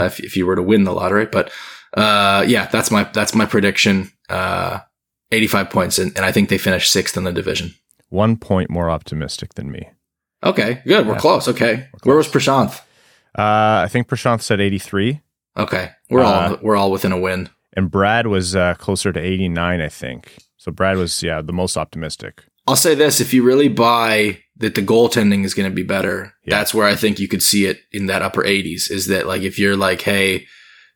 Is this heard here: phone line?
no